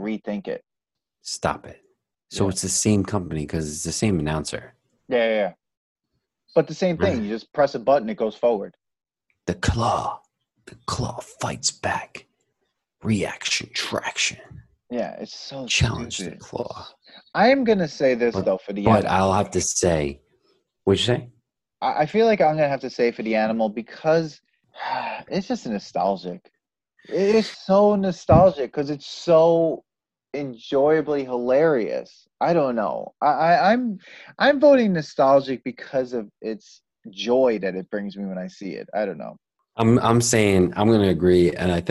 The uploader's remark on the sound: On Zoom so there are some small sound discrepancies.